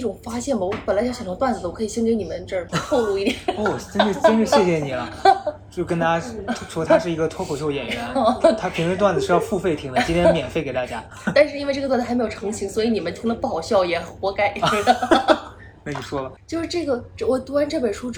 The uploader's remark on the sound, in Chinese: 本期是上周出差上海，赶高铁前临时在咖啡厅录的，所以背景音略微嘈杂。